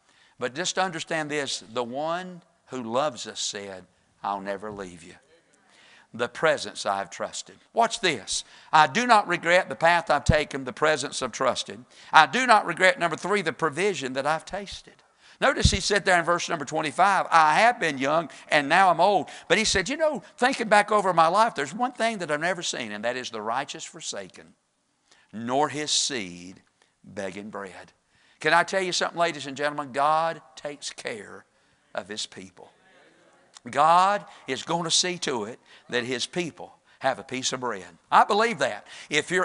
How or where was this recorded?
large echoing room